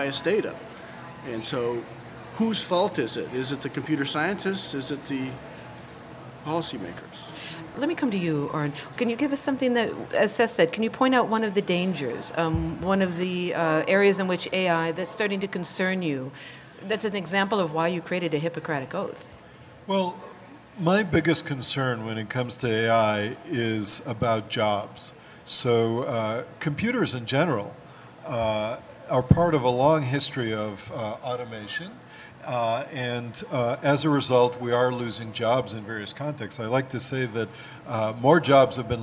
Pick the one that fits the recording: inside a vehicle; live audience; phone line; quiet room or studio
live audience